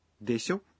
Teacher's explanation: Se você usar deixou de maneira breve e com uma entonação ascendente